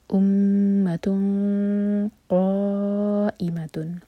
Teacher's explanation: کی تنوین side by side, next word ہے قاف سے، تو یہاں پر ہوگا اخفاء اور ہیوی اخفاء، منہ بھر کر پڑھیں گے امتن قائمتن. قا پر جو مد ہے یہ ہے مد متصل